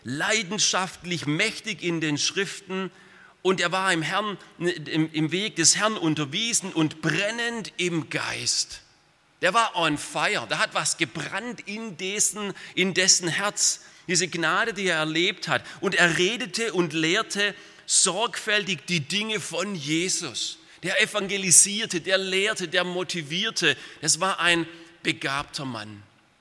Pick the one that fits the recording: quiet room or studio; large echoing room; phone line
large echoing room